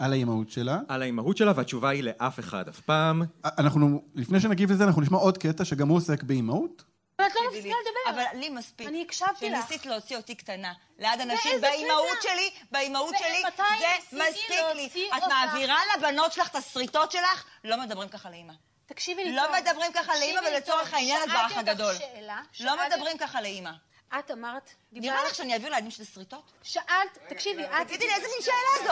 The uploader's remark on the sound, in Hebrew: לראשונה על במה ומול קהל חי, "פופ אפ" במהדורת לייב במסגרת פסטיבל "מילה" בבית רומנו בתל אביב.